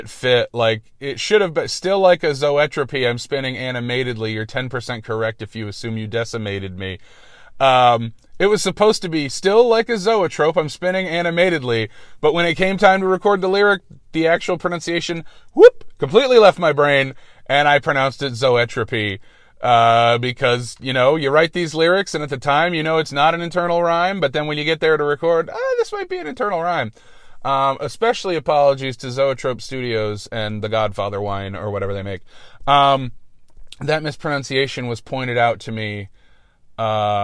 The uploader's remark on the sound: Record a podcast during their work commute while their car is broken.